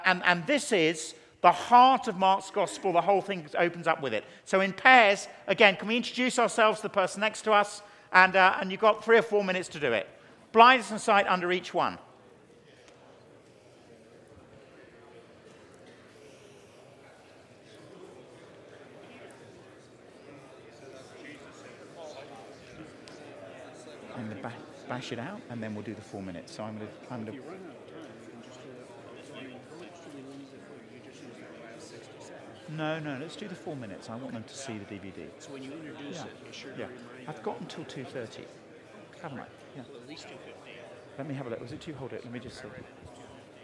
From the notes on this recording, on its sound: teaches a Keynote Session at FG11